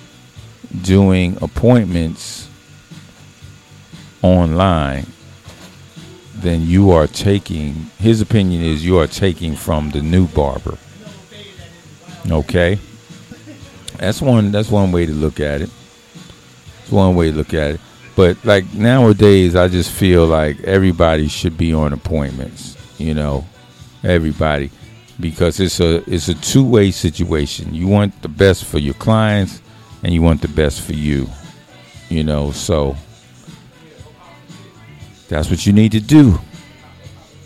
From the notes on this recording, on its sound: Friday at the barbershop-(Dre & Craig’s VIP Cuts). Chops it up live from Dre & Craig’s VIP Cuts-McDonough, Ga.